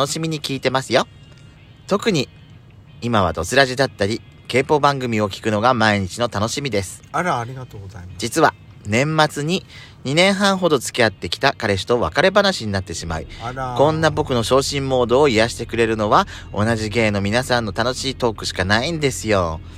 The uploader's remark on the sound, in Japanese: 2人組。パーキング収録。